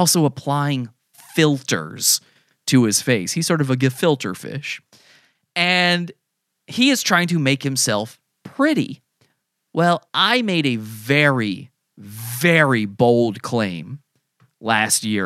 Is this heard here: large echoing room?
no